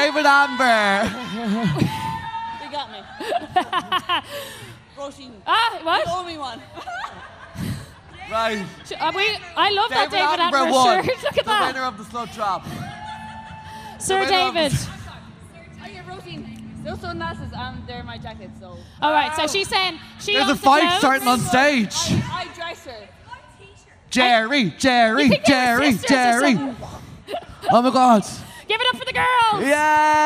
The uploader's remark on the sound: Live Podcast Electric Picnic. Graced the “Ah Hear Now” stage at Electric Picnic 2022 with their first ever cheeky Live show!